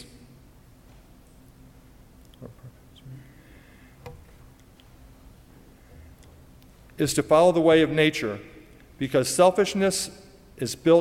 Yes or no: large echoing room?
yes